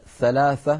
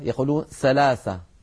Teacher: الثاء حرف عربي نطقه كما ذكرت الآن وكما ننطقه أثناء التلاوة. بعض العاميات العربية تحرفه إلى حرف السين · Shown in: second take